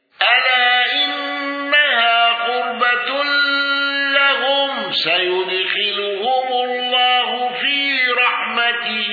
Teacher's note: أبو عمرو بإبدال الهمز وقصر المنفصل والإدغام